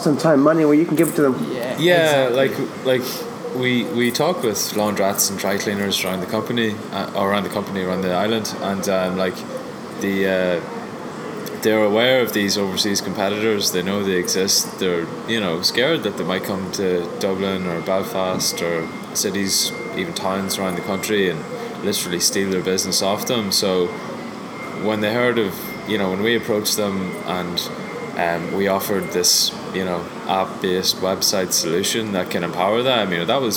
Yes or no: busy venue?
yes